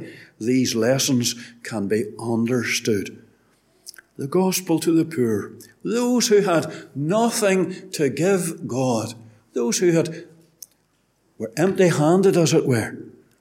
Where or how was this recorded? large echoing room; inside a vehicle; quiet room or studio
large echoing room